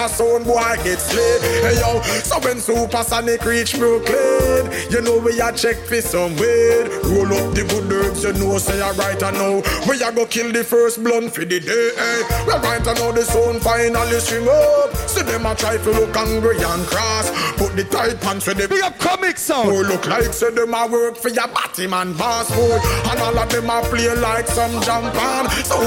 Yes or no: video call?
no